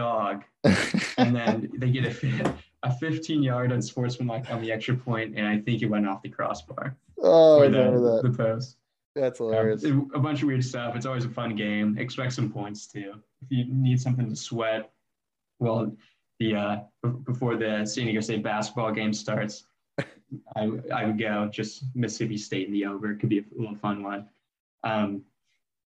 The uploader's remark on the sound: Apologies for the less than stellar audio